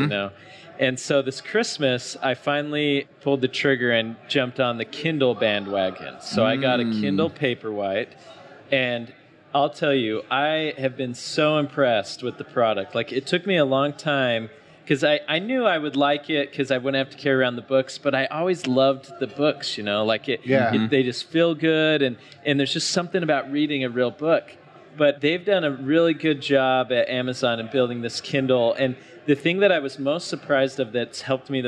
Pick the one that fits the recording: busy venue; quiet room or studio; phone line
busy venue